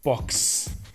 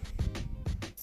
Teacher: Aber dieses X, wie wir es schreiben, sprechen wir ja als X aus und da ist der letzte Laut das S. Box. Wenn wir hier jetzt versuchen würden, an das Box noch ein S dran zu hängen, dann würden wir gar keinen Unterschied hören. · Term: Zischlaut